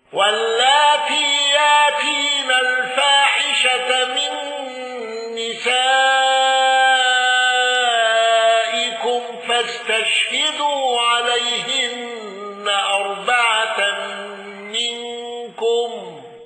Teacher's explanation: حمزة بالسكت على المتصل